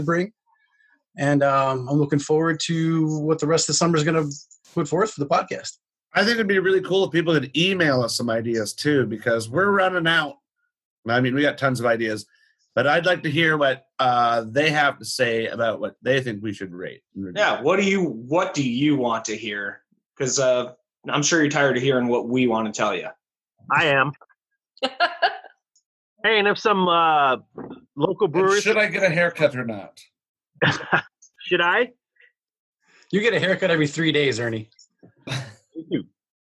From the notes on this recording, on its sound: Welcome once again to another Zoom episode of Brews, Booze, & Reviews! We stared at screens the whole time.